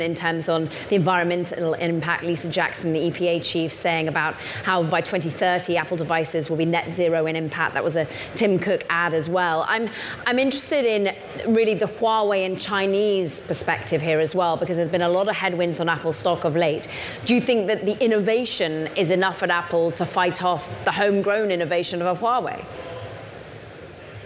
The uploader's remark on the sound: a special edition of Bloomberg Technology live from Apple's Wonderlust event